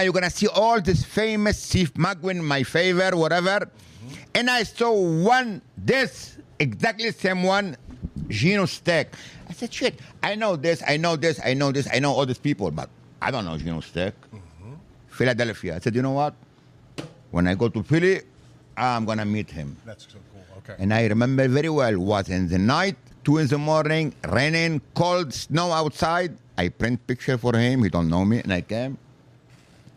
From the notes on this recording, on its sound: in South Philly at The Rim Cafe